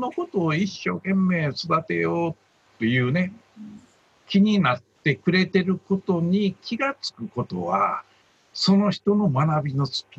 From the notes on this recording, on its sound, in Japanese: ようは会ラジオは、今回もZoom収録。